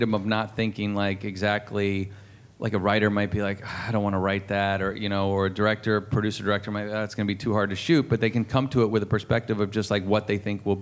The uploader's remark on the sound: Recorded at ATX Television Festival on June 11, 2017.